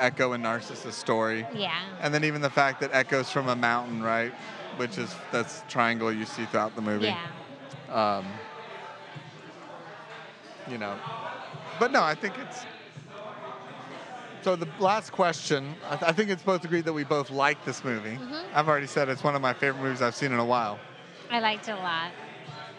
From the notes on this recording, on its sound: We recorded this episode on a Friday evening in July of 2021 in a rather packed brewery. The brewery of choice for this recording was Magnanimous Brewing located just outside of downtown Tampa, Florida.